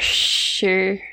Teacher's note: that has like a little bit of an R sound at the end of she. It's like she.